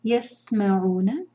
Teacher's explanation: سین پر وسلنگ ساؤنڈ